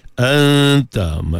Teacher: nun mati jumpa dengan ta ikhfa hakiki, masa dengung tu hujung lidah ataupun lidah tadi tak sentuh lagi ke makhraj bagi huruf ta, renggangkan dia, pisahkan anta, bila sebut ta tu baru pi ke makhraj ta.